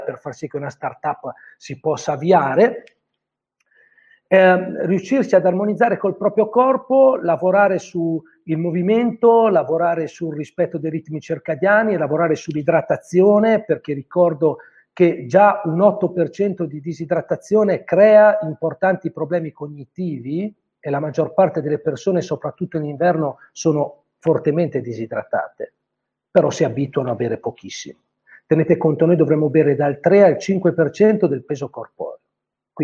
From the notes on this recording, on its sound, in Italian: Audio pillole webinar.